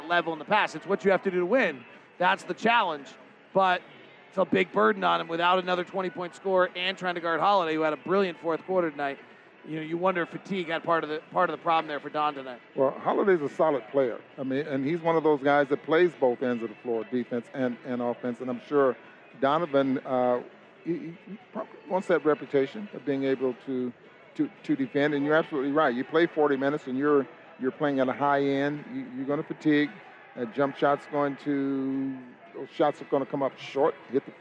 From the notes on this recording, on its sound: Postgame press conference audio